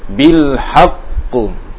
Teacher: cepat saja ya, enggak perlu ditahan lama-lama ya. Walaupun hurufnya bertasdid.